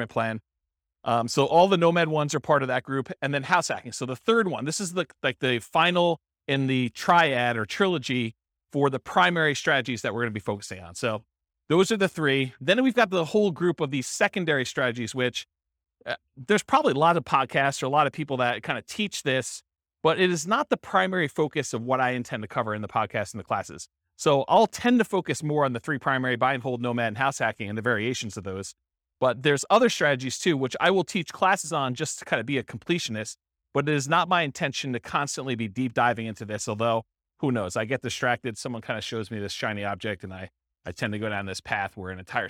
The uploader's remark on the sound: This was a live class recorded